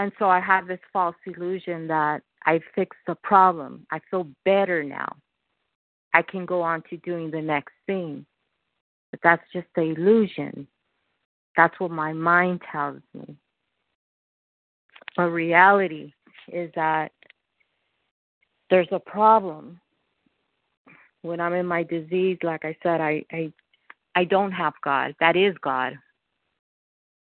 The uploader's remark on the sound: from the 100 Pounders Phone Meeting